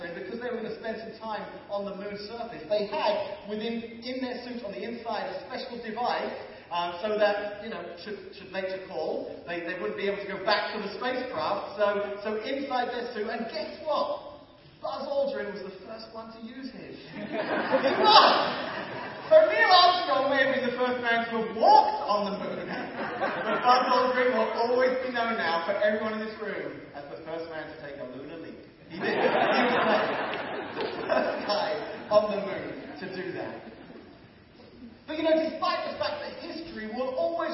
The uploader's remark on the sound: Apologies for the low quality of sound on this particular podcast.